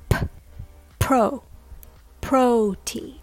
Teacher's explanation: The second syllable is teen, like teenager, teen, pro teen, protein. The first syllable gets the stress, so push a little more air on p